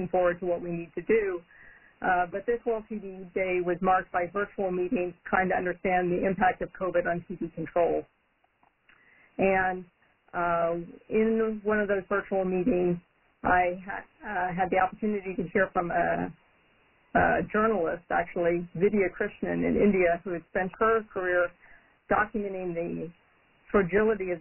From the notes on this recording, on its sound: Coronavirus (COVID-19) Press Conference. This call was recorded at 11:30 am Eastern Time on Thursday, March 26.